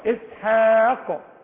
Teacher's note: الحاء حاء والالف مرققة